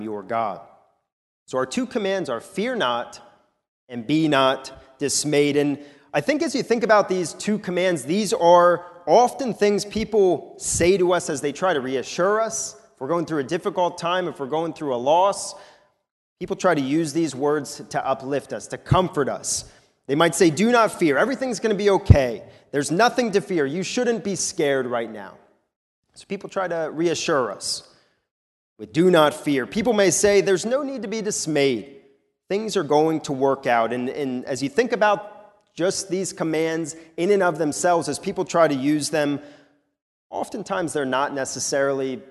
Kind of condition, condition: setting, large echoing room